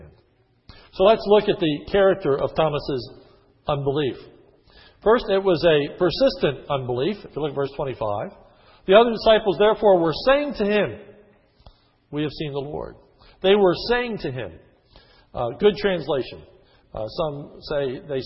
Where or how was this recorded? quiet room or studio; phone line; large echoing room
large echoing room